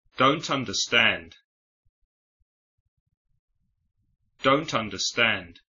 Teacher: La palabra understand empieza con un sonido vocal a, y la negación don't termina con una consonante. Los sonidos t y a se juntan así de forma que parecen una sola palabra.